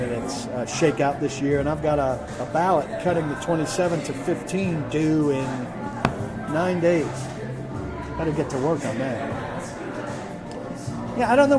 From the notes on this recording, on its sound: live from the DawgHouse Saloon in Nashville